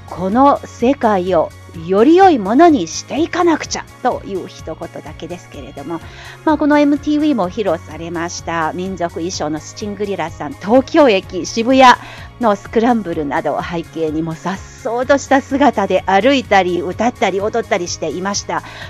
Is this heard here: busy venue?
no